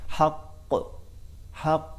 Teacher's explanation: मिसाल के तौर पर हक, हक कौफ, कौफ को एक तो मोटा पढ़ा जाता है और दूसरा यह है कि इसमें सिफत कलकला पाई जाती है